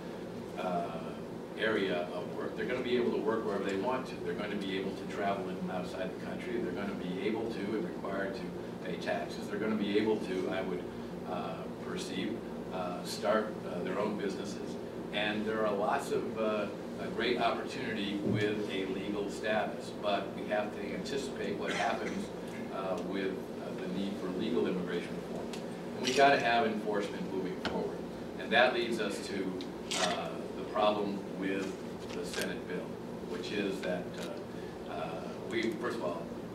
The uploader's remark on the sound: appeared before a luncheon meeting of The Ripon Society